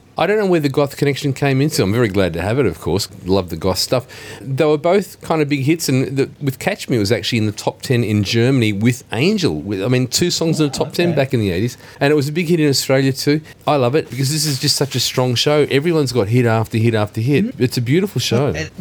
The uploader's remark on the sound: First in a series of interviews with the audience and artists recorded during the Totally 80s tour across Australia in July. You’ll also hear from perhaps the wildest show of the tour in Sydney, as I braved the over excited Totally 80s fans to find out how THEY enjoyed the Enmore Theatre show.